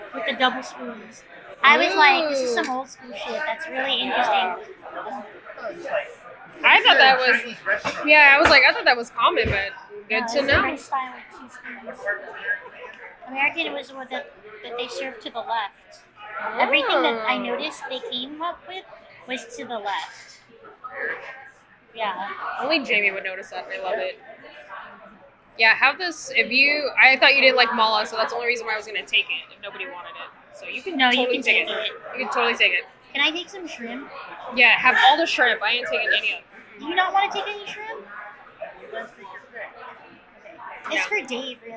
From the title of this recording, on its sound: On Location: Bistro Na's